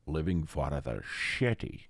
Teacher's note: if you slur that with the SH sound Sean is known for, you get Living for the Shitty. You get a cuss word.